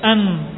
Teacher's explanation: Ada ghunnah, suara dari hidung ada. An. Tapi tidak dilebihkan dengan banyak-banyak.